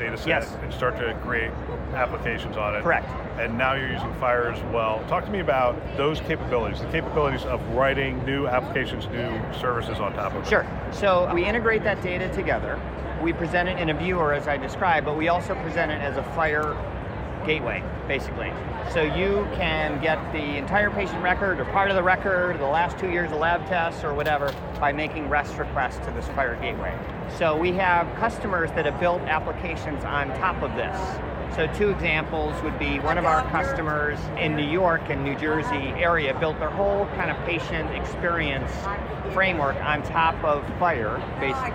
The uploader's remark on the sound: Interview in Action live from HLTH